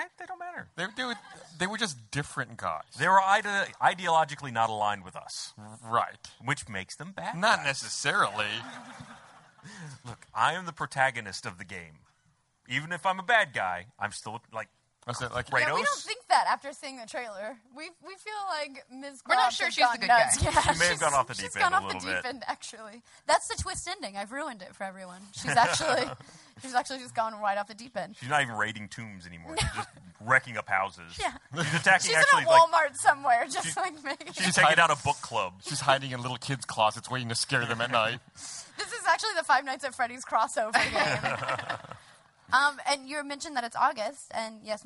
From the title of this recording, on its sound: LIVE from RTX